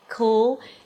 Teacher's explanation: The tongue goes up to touch the upper palate, cool. The tongue is heavy here. It's a heavy L, cool. And then a long O, O, O as in go, clo, clothes.